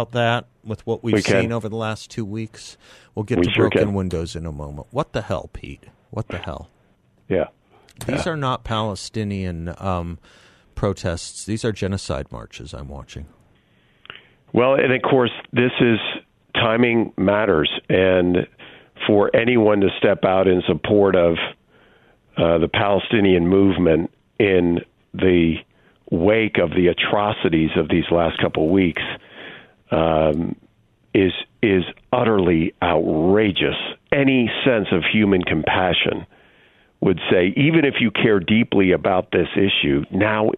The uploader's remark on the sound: by phone